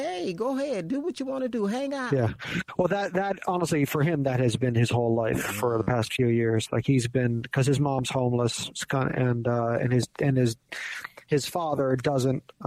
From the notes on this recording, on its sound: THE PHONE CONVERSATION THAT TURNED INTO A PODCAST